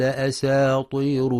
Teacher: وينتبه لترقيق السين ولتفخيم الطاء في أساطير، فلا يقرأ أساطير بتفخيم السين لمجاورتها الطاء أو بترقيق الطاء أساطير.